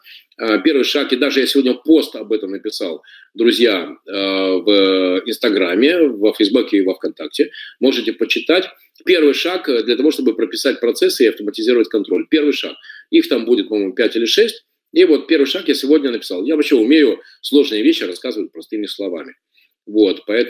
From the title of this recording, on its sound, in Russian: Запись вебинара.